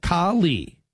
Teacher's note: equal emphasis on both syllables